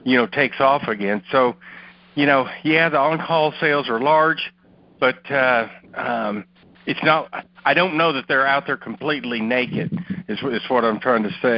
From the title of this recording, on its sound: May 2018 Monthly Conference Call